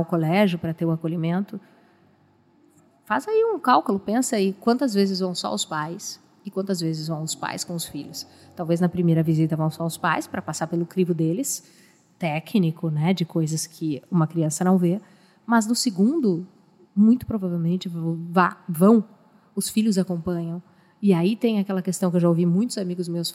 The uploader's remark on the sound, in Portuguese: gravada diretamente do Seminário de Matrículas 2023